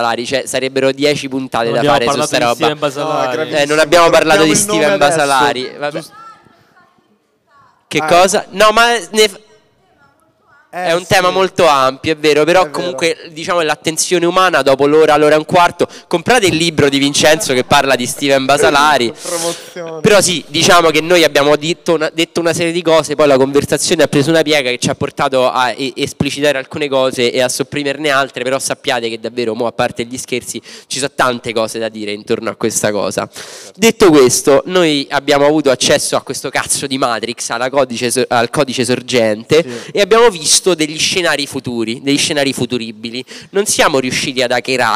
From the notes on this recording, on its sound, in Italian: Abbiamo anche perso una ventina di minuti di registrazione (eravamo live a Bologna, il bello della diretta).